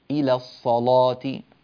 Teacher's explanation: فخم اللام، غلظ اللام